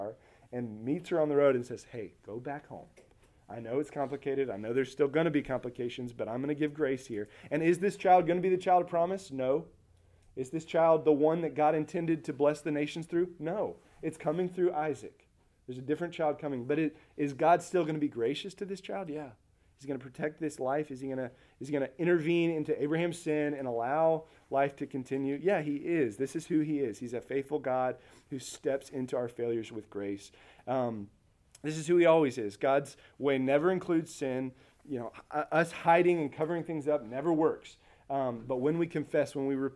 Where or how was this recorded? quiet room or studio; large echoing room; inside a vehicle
large echoing room